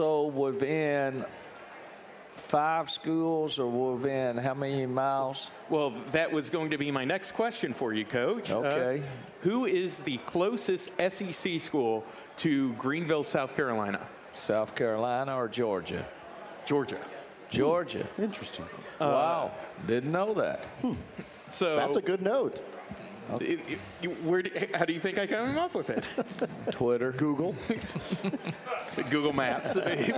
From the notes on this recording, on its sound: live from Rudy's BBQ